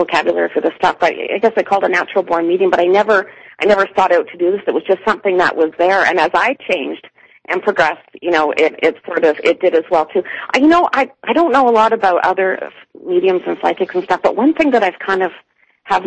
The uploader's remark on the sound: Later in the show, we open the phone lines up.